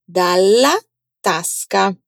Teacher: Dalla tasca. Atenção com a dupla L de dalla e o A bem aberto de tasca.